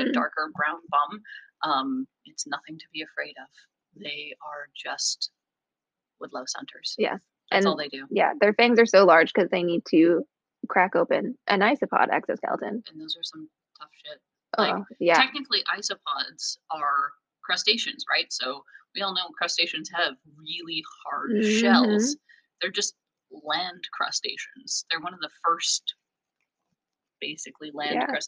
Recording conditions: poor sound quality